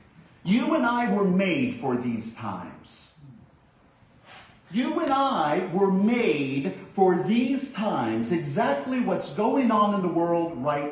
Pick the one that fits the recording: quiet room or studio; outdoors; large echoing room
large echoing room